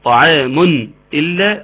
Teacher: همزه اتت بعد التنوين فيكون حكمها الاظهار